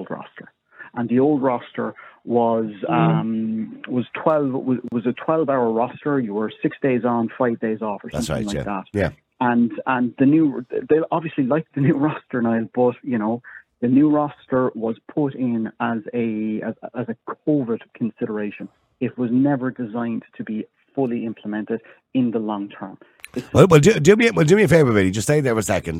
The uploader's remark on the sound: opens the phone lines, urging listeners to share their thoughts and experiences